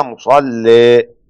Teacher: وطبعا حمزة وكسائي خلف في الوقف أمال إمالة محضة مصلي، والباقي بالفتح.